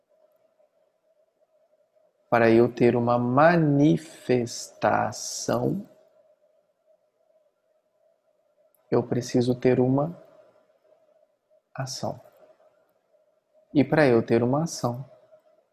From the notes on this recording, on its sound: Online via Zoom